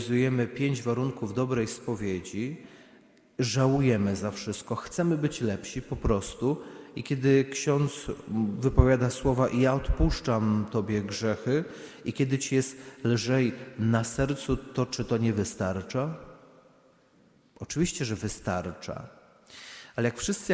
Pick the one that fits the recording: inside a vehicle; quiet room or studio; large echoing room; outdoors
large echoing room